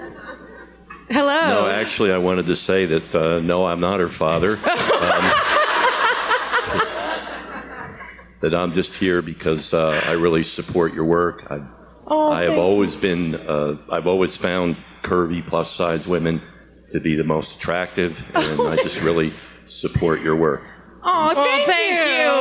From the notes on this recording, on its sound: LIVE SHOW IN NYC. We’re still not over our first live podcast show in NYC!! Live Ask Away segment with the audience.